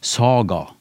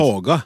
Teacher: Så i svensk har de en, en annen kvalitet på den trykksvake a-en. · Shown in: second take